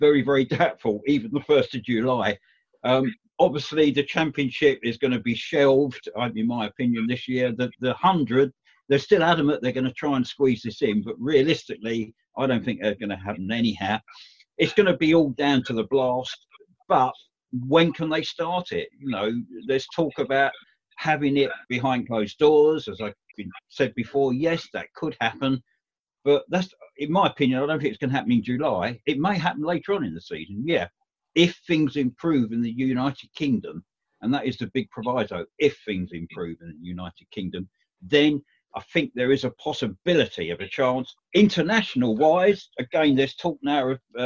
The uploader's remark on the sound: Zoom Show